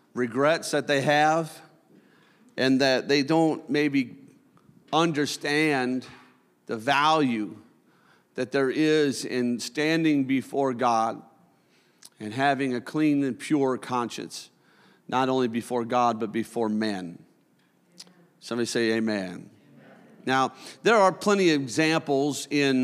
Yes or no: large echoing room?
yes